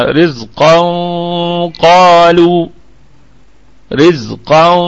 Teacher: الغنة هنا هتكون مفخمة أولا يعني هتكون الغنة مفخمة رزقا قالوا رزقا تفخيم فخم الغنة لأن الحرف اللي جاي حرف استعلاء.